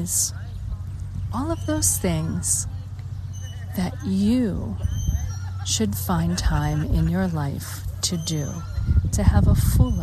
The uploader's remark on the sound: LIVE from Put-In-Bay, Lake Erie, Ohio, USA. On the shores of Put-In-Bay, Lake Erie, Ohio, USA. This is a special on location Walk and Talk of our Mindfulness Summer Tour 2022.